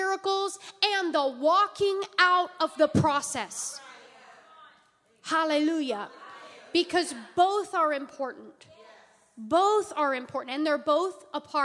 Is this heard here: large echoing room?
yes